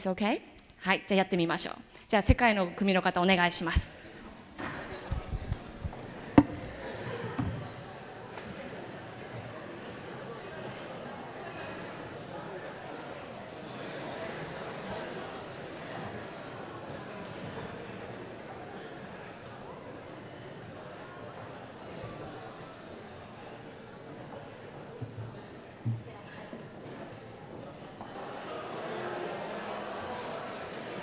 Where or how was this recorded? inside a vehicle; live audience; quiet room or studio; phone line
live audience